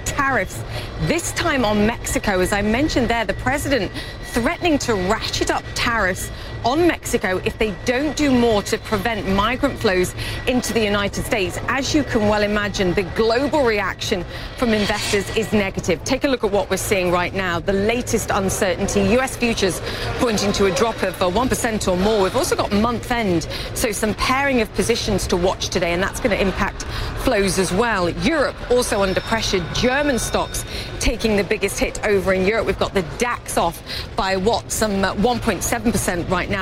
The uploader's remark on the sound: live from the New York Stock Exchange